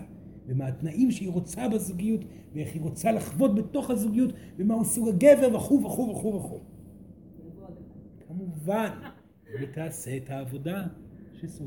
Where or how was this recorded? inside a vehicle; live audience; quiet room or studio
live audience